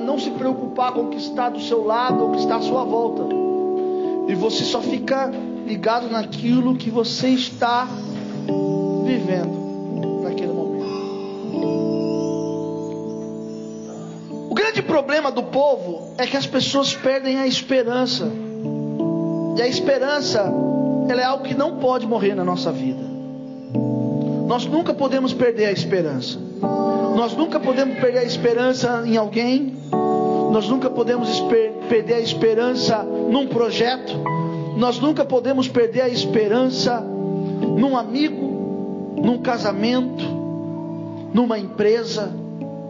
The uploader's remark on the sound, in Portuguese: Culto gravado em 28/08/2022 durante culto da Família